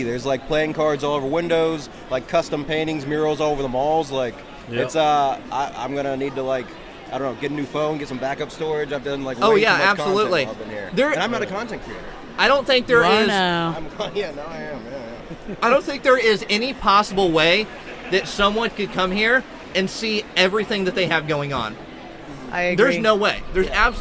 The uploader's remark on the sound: LIVE From Pokemon Worlds Championships 2023! Back LIVE from the Pokémon Worlds Championships 2023 in Yokohama Japan!